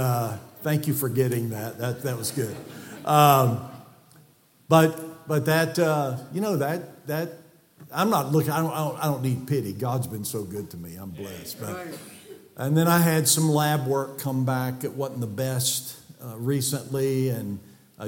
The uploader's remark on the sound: from the pulpit of Calvary Baptist Church